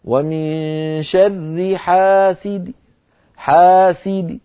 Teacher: فأقف على دال مكسورة بصوت ضعيف من غير تنوين · Term: بالروم